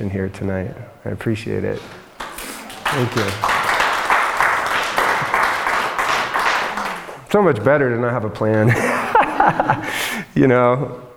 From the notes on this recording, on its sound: LIVE AT ASPEN SHAKTI. Today’s show is a live recording. In my hometown, Aspen Colorado. The event was recorded at Aspen Shakti.